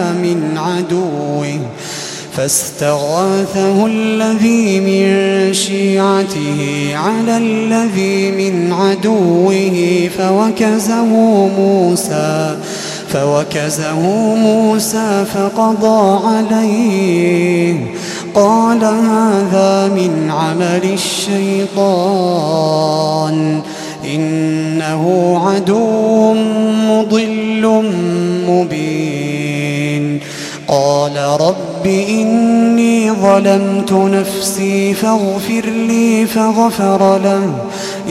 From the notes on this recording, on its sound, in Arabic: تسجيلات من صلاة التراويح لشهر رمضان عام 2016.